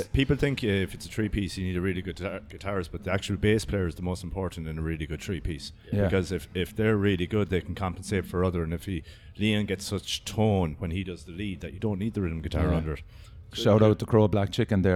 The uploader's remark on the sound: at Monolith Festival 2019 in Cyprus Avenue Cork